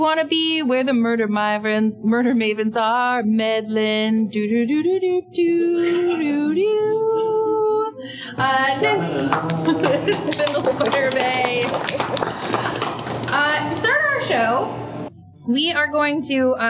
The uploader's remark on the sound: Listen along with our live audience